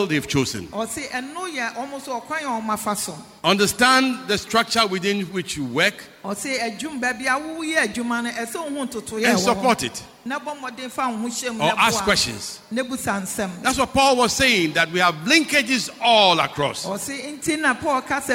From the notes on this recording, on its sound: Sermon preached at CBC Shiashie Campus